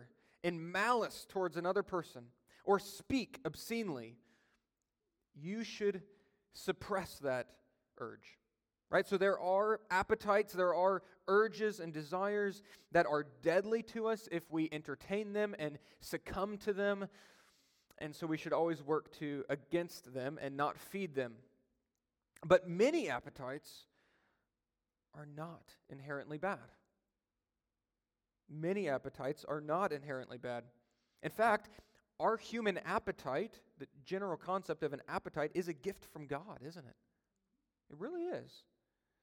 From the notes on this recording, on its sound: during a Sunday Evening Service